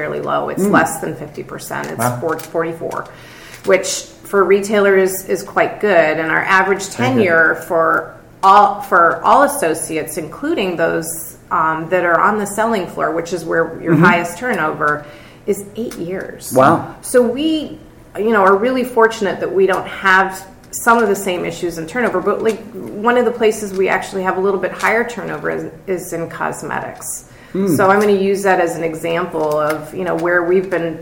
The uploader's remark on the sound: LIVE from Cornerstone Convergence 2015. Live at the Cornerstone Convergence 2015 Conference in Los Angeles.